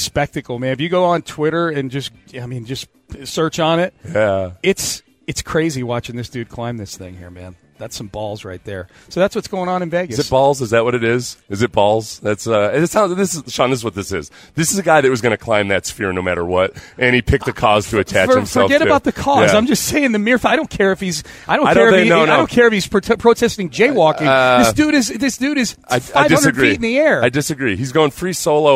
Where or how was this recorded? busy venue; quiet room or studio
busy venue